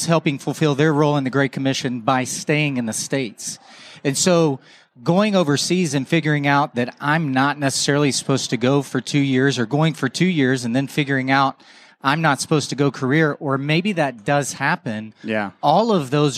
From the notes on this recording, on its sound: Live From Conference: International Mission Board.